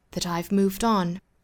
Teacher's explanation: 后面这个 d 呢是读 d 的辅音，是读浊辅音，再跟后面连读就是 done, that I've moved on,Even though